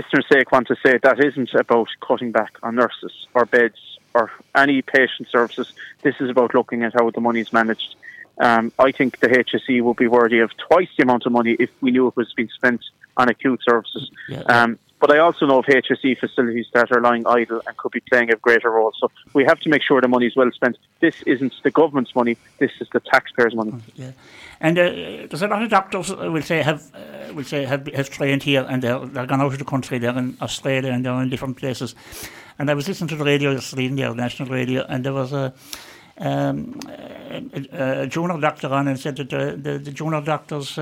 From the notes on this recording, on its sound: On the phone. Broadcast live from the SBCR studio at the Derg Active Alliance building.